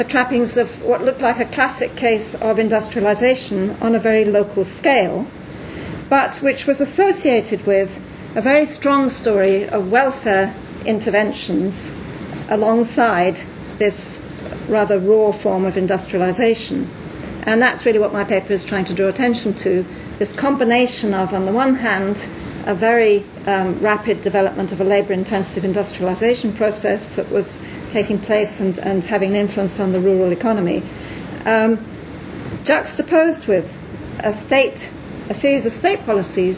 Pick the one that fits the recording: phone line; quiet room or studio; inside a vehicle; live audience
live audience